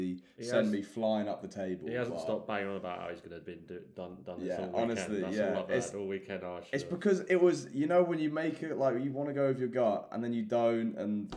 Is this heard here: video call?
no